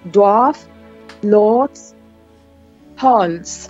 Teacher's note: è più una O molto aperta, che sembra una mezza A